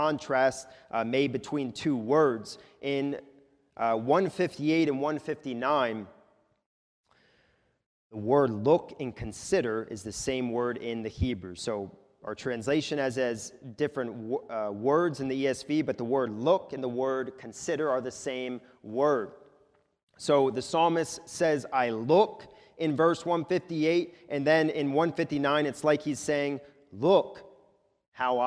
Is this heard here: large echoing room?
yes